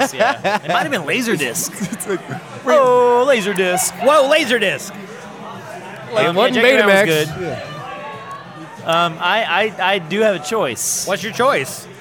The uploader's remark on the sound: recorded at Rocky Mountain Pizza in Atlanta, GA!